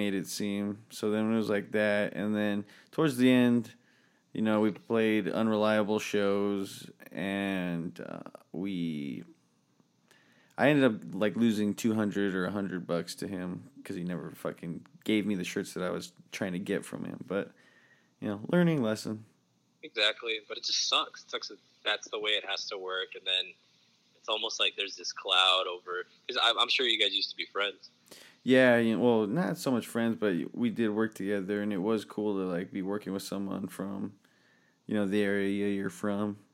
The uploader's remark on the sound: on the Phone